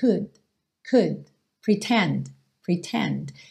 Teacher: Preste atenção como esses D's quase não aparecem · Term: consoantes oclusivas